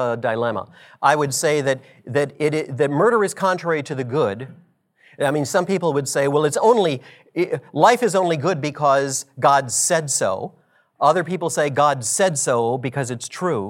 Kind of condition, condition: setting, live audience